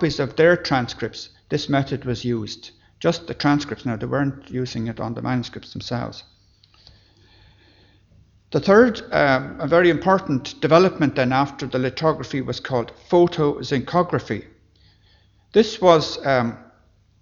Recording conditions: large echoing room